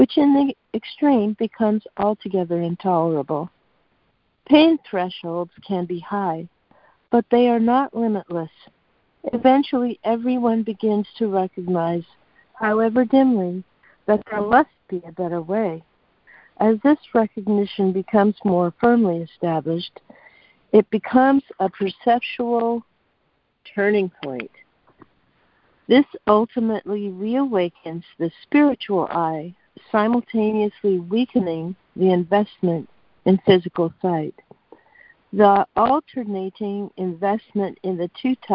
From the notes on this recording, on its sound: ACIM Daily Conference Call